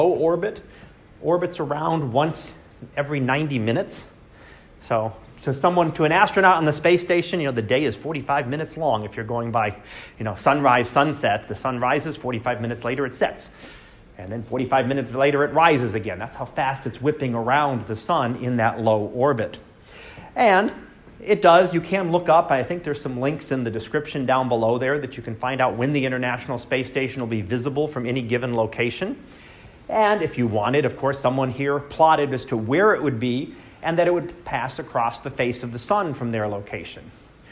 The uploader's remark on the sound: Live Class Lecture.